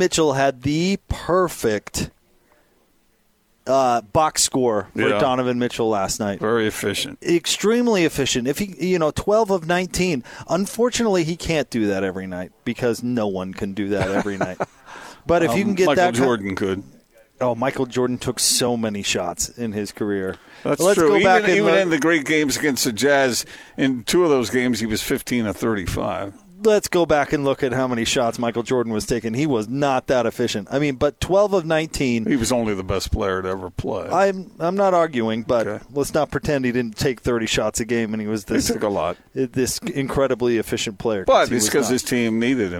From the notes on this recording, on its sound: LIVE at The Warehouse.